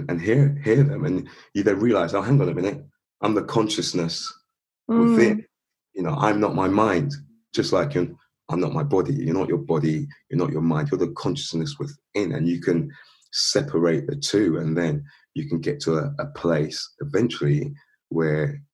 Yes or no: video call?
yes